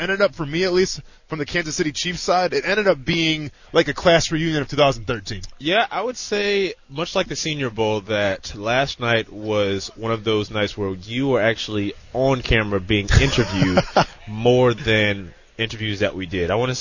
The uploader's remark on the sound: Live from the SB! Interviews & Sound From Night 1. Live from the Superbowl!